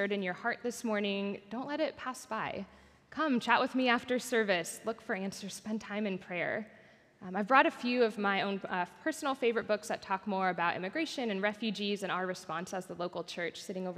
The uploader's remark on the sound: Recorded at our Sunday gathering on August 20th, 2023 in Port Orchard WA.